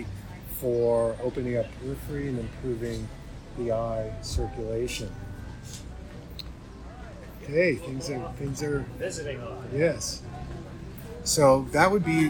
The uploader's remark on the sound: I wanted to share this live I did while consulting and teaching in Hawaii. We are live and book signing here for a little bit and had some great folks coming by.